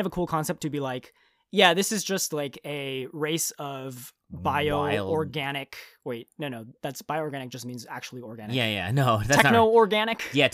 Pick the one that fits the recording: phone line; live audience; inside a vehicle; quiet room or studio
quiet room or studio